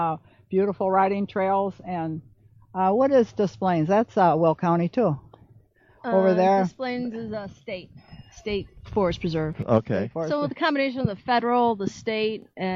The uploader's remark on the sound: broadcast live from Midewin National Tallgrass Prairie, just southwest of Chicago near Wilmington, Illinois